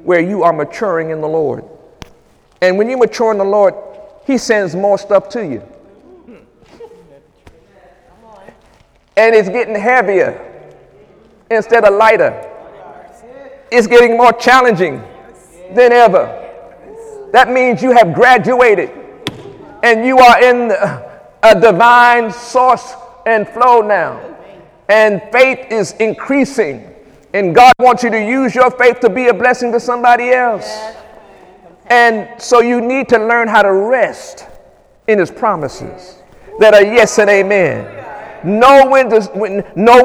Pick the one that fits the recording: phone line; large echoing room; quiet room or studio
large echoing room